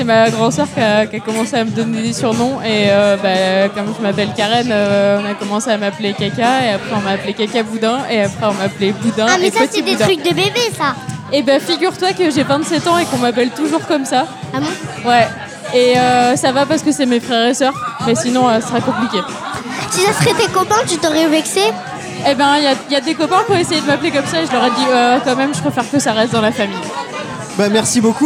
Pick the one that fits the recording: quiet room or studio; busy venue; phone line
busy venue